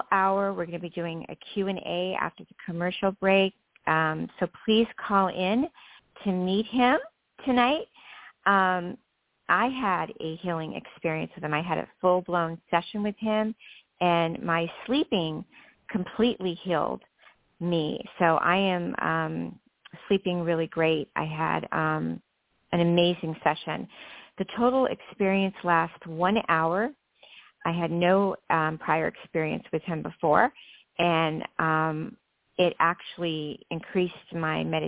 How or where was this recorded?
phone line